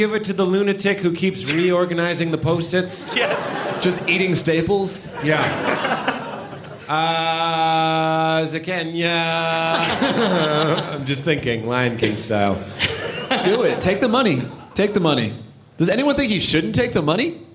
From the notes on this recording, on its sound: joins us at NYComicCon for our first LIVE podcast recording